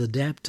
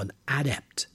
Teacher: The word can also be used as a noun, but for the noun, the stress is on the first syllable. · Shown in: second take